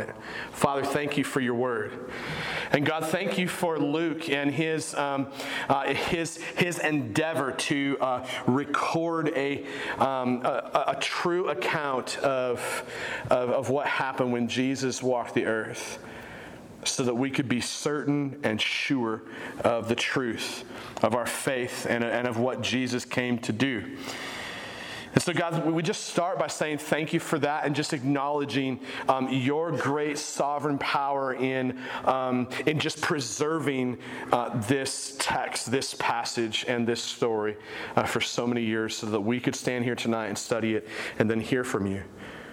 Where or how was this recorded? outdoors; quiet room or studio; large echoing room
large echoing room